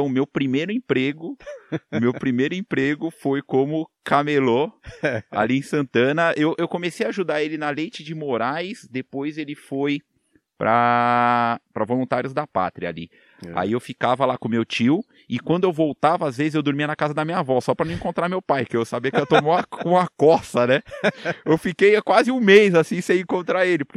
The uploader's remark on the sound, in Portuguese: O episódio foi gravado ao ar livre com galinhas e porcos por perto e com uma linda paisagem coberta por palmas. (Sul da Bahia no município de Caldeira).